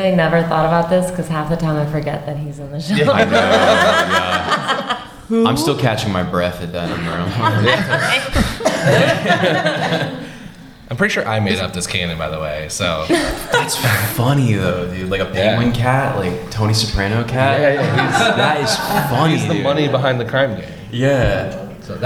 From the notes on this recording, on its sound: LIVE from BroadwayCon 2023 in New York City!